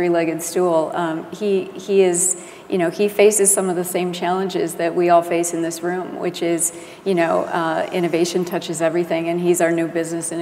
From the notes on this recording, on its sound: The best of live interviews from GreenBiz events.